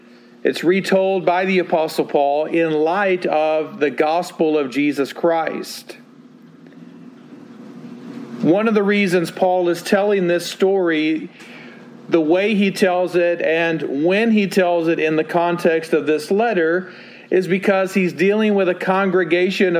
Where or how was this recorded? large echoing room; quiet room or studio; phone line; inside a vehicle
large echoing room